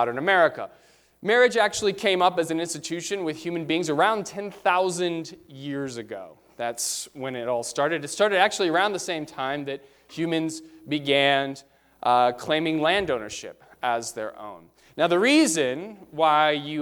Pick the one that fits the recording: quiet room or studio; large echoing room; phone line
large echoing room